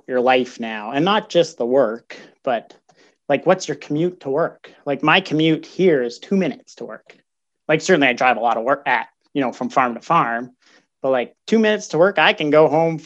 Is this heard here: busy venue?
no